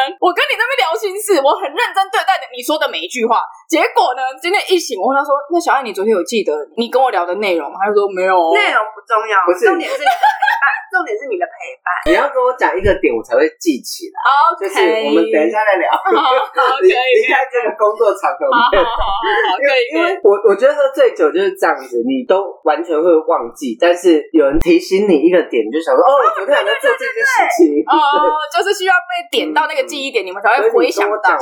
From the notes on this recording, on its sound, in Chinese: 本集音質不好